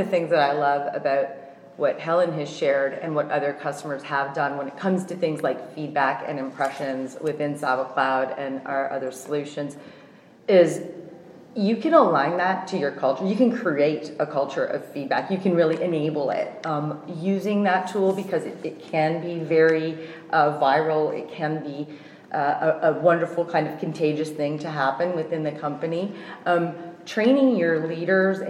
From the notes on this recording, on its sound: recorded live from the Saba Insights 2018 Conference in Scottsdale, Arizona